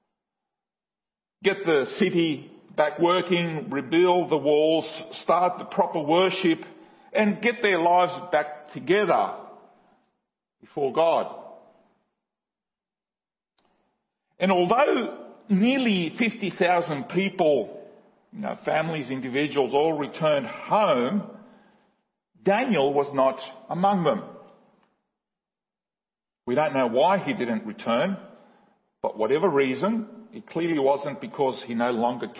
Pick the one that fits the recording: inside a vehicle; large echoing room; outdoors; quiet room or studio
large echoing room